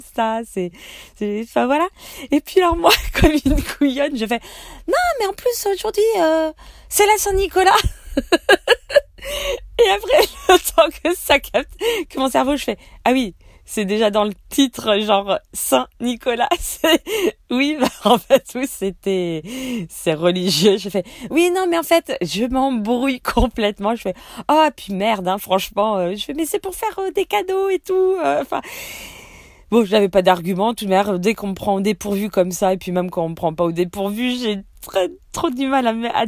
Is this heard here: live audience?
no